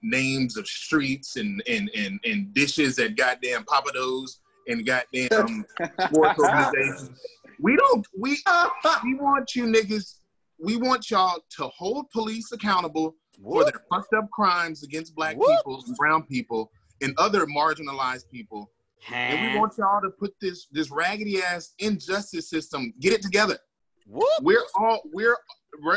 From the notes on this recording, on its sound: Reporting live from Cooney Island by way of Zoom. Reporting live from Cooney Island by way of Zoom.